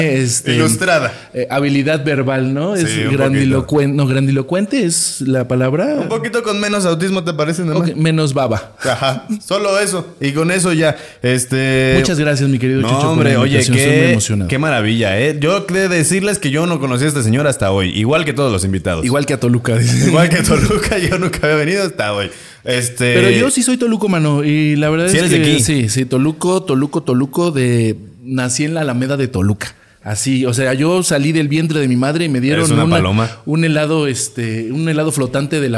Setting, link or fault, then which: setting, busy venue